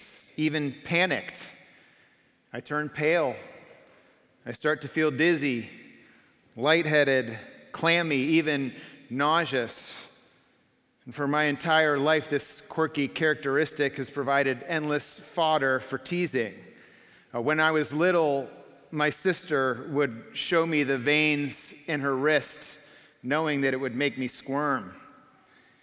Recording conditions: large echoing room